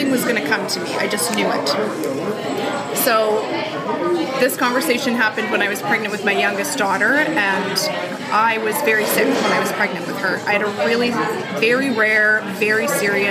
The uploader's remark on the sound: Unfortunately, our recording location at the Beanery Café in Summerland was a little on the noisy side so the audio quality is a little less than stellar for this podcast.